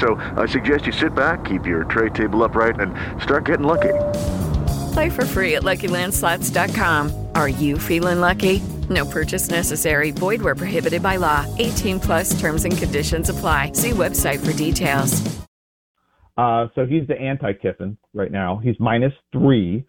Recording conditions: phone line